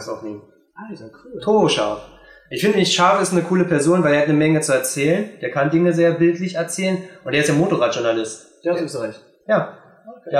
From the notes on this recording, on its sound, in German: Entschuldigt die schlechte Audioqualität, es war leider nicht möglich ein besseres Setup auf zu bauen für ein besseren Ton.